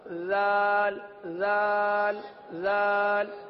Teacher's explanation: زال میں زبان کا سرہ جو ہے زبان کا سرہ اوپر کے دانتوں کے اندرونی کنارے پر لگتا ہے اس طرح زال زال زال صحیح ہے زا نہیں زال ہے